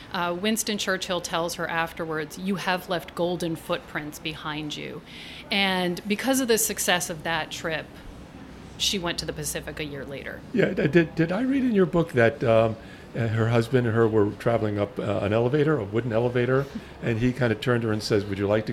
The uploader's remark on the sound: This podcast was recorded on the porch of Gebhard's Beer Culture Bar.